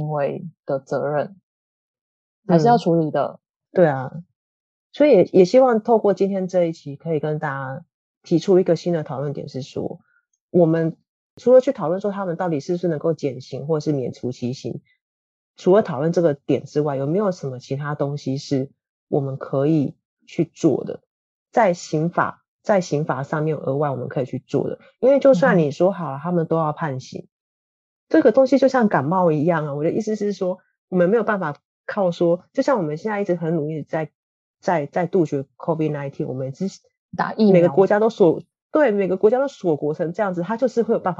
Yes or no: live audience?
no